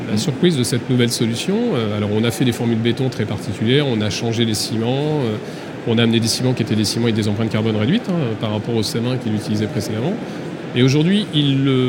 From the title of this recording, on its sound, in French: Emission spéciale en direct de Batimat